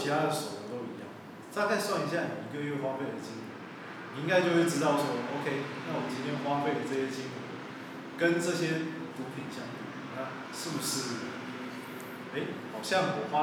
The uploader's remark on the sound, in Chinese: 錄音以及內容問題前面幾集還在試錄跟摸索，請大家多多見諒喔